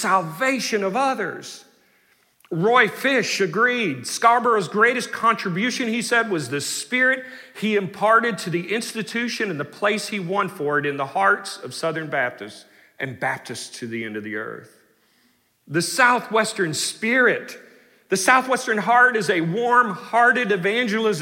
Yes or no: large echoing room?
yes